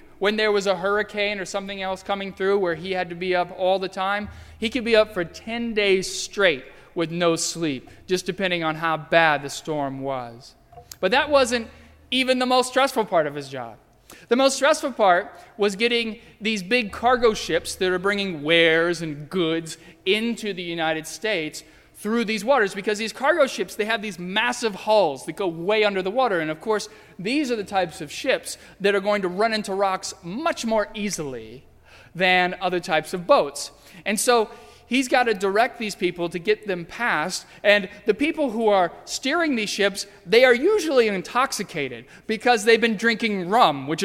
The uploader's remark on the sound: during the Heritage service (11:00 am) on Sunday, January 31, 2016, at First Presbyterian Church of Arlington Heights, Illinois.